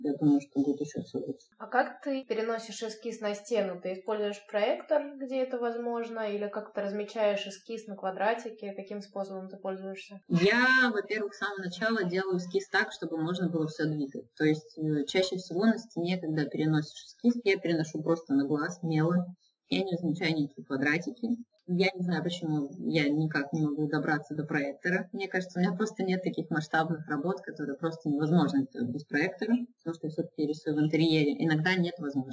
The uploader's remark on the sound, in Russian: качество записи немного отличается от обычного